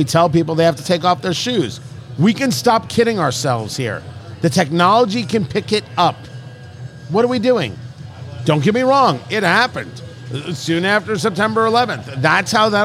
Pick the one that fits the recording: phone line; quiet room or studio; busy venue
busy venue